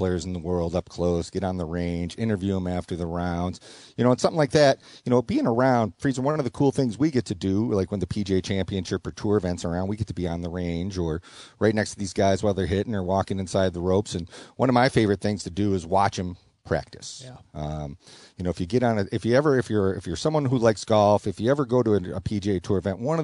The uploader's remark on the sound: Tee 2 Green live from Glen Oak Golf Cub